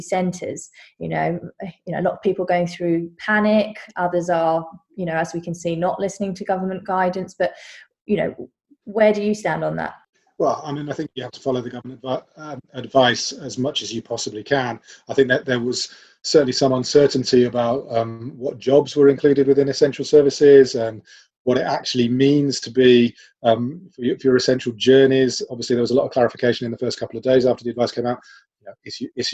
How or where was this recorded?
video call